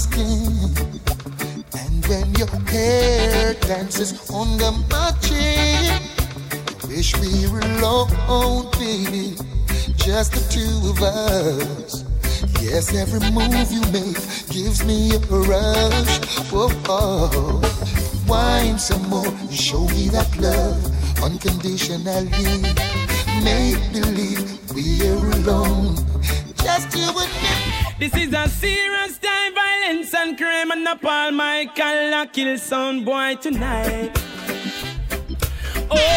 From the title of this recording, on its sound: LIVE AT ISLAND SATURDAYS ON OCT. 1ST